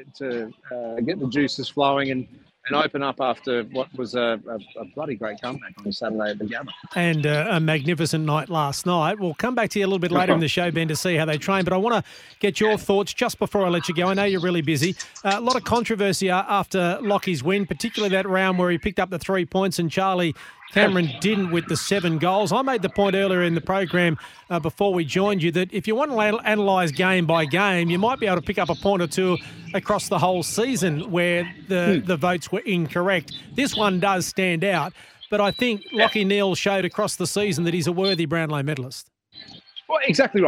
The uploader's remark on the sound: Live from Brisbane Lions Training.